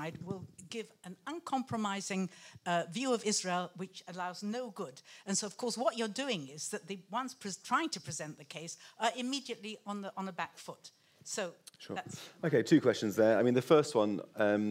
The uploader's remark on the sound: This episode was recorded in front of a live audience at the JW3 community centre in North London. Took questions from the audience.